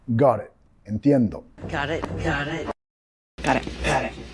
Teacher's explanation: Vinculando con la R suave